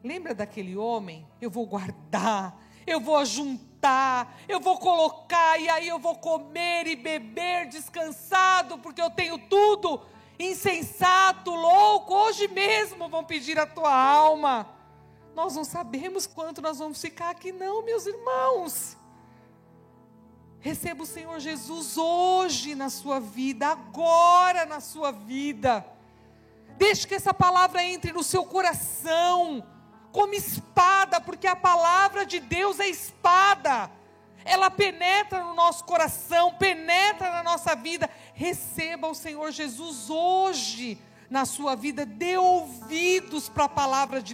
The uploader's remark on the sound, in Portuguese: Celebração ao vivo